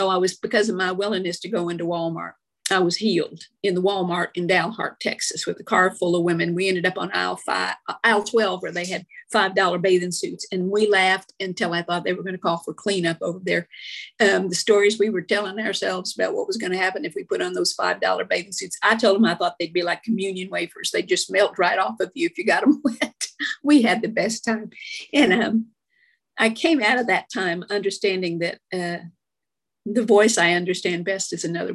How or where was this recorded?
video call